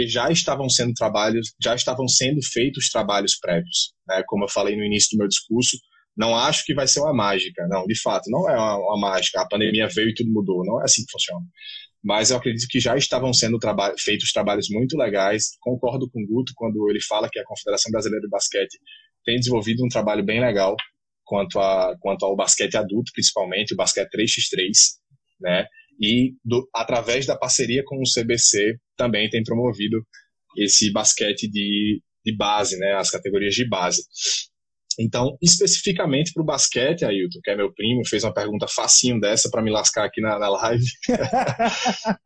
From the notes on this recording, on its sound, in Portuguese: gravado durante um bate-papo de super aprendizado por uma live do INSTAGRAM